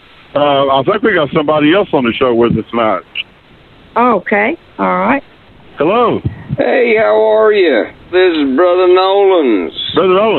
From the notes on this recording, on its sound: New Phony Phone Call.